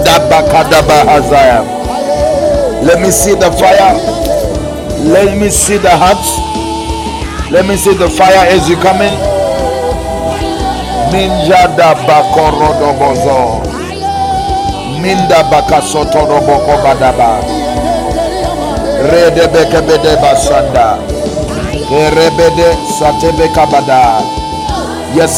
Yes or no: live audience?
yes